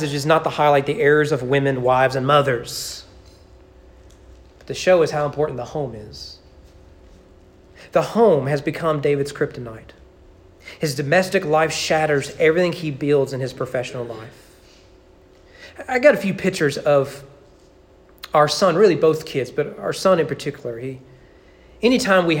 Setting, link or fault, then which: setting, large echoing room